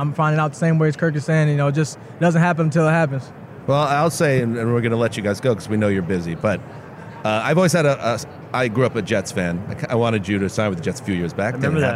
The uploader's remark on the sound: In a convention center full of heroes. On radio row LIVE from Las Vegas.